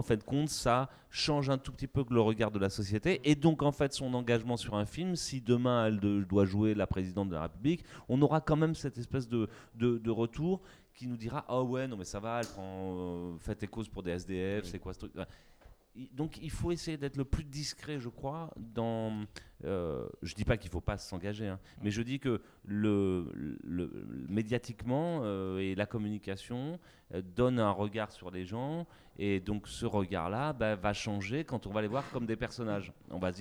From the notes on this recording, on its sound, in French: Les 1er et 2 février 2020, l'équipe du NVTL Podcast, invitée aux Etats Généraux de l' AAFA - Actrices et Acteurs de France Associés, a enregistré des discussions avec différents participants.